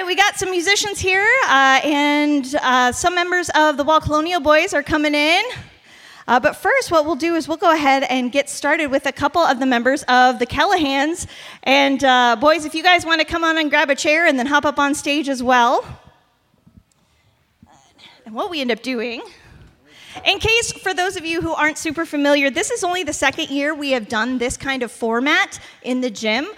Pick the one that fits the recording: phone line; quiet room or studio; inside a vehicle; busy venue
busy venue